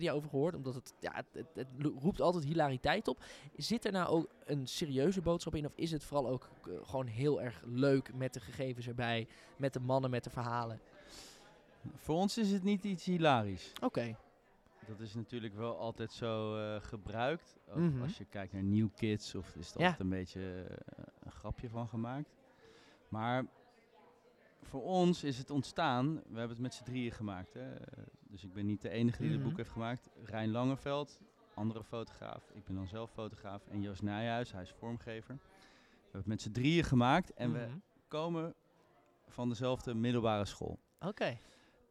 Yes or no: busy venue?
yes